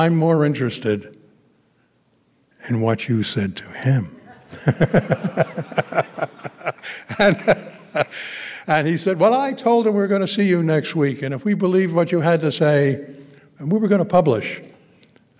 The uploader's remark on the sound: gave the keynote address at the 13th Annual 9/11 Film Festival at the Grand Lake Theatre in Oakland, California on September 11th, 2017.